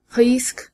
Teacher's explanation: the back of the tongue against the upper wall of the throat and kind of trilled there · Term: uvular trill